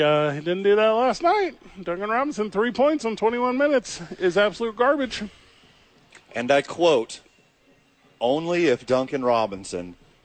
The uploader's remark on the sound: live from Hollow Spirits